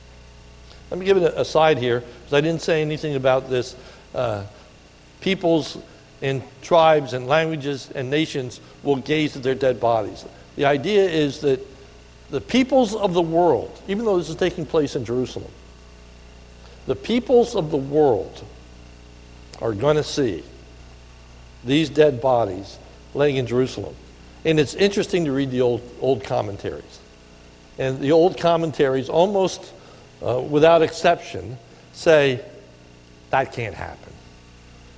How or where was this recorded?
large echoing room